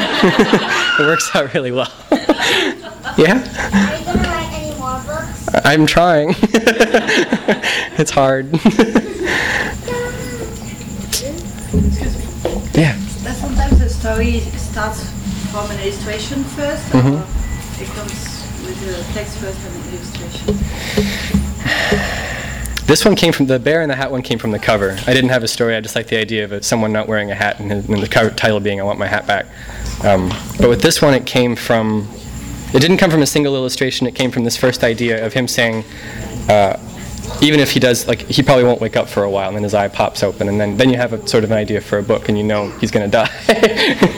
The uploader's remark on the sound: THIS EVENT WAS RECORDED LIVE AT SKYLIGHT BOOKS